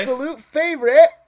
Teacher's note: There's no T at the end. · Term: glottal stop